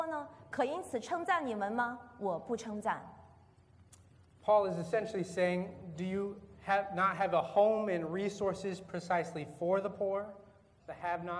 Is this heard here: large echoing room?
yes